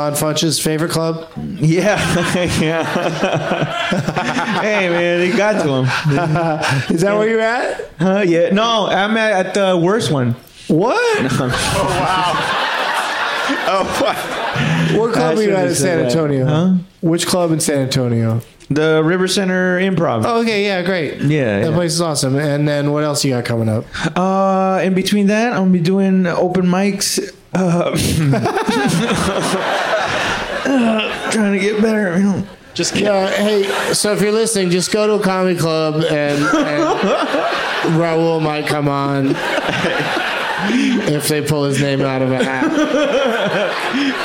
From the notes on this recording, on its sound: Live from Cap City Comedy Club in Austin